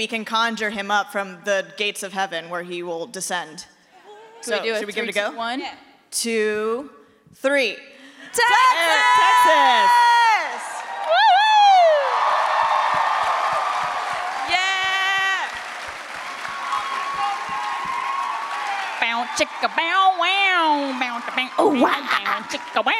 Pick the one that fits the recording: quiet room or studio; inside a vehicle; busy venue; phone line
busy venue